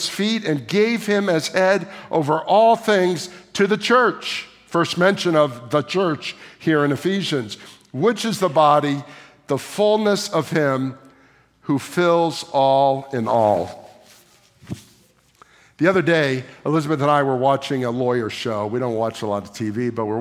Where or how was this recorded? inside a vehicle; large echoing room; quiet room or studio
large echoing room